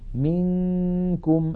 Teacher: نون ساكنة بعدها كاف، انتقلنا من الميم إلى مخرج الكاف ولم ننطق كافا بل نطقنا غنة · Term: الإخفاء